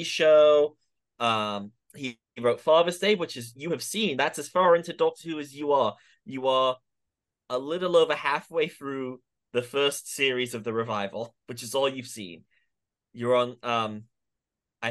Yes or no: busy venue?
no